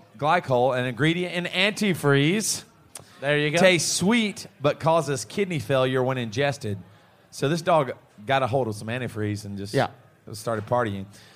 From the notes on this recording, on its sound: Live From a Pub in Toowoomba, Australia.